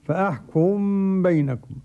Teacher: وتسكن عنه الميم من قبل بائها على إثر تحريك فتخفى · Term: الإخفاء